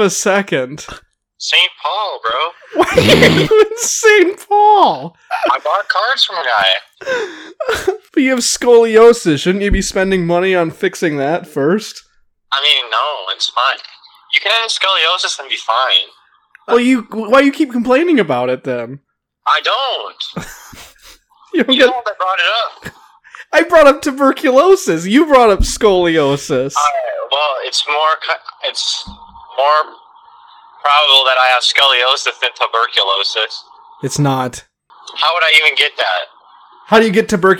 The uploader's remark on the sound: we get on the phone